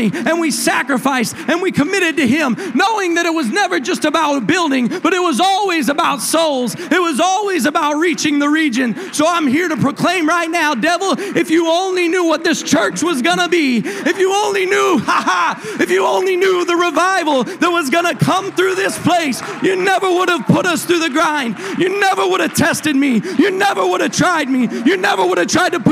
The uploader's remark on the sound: A service recording from Connect Point UPC.